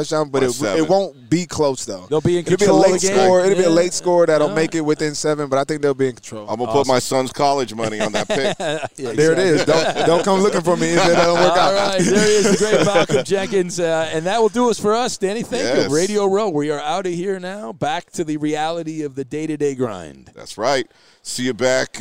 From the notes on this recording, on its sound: Live from Super Bowl Row